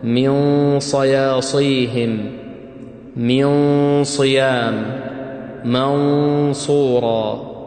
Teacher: شوفوا عندنا الزاي والسين حروف استفال، يعني حروف مرققة، لكن لما تأتي النون الساكنة وبعدها حرف الصاد لا، نفخم الغنة